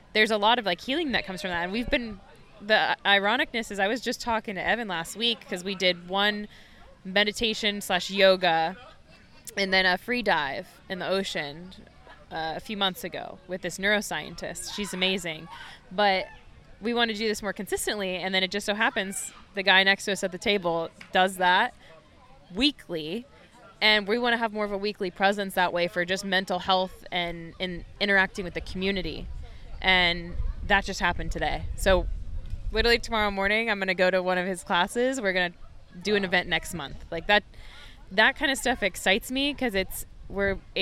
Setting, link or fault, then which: setting, outdoors